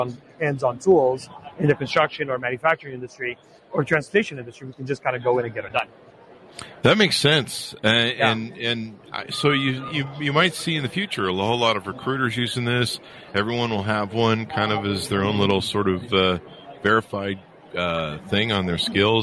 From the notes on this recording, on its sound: Interview At Collision Conference 2022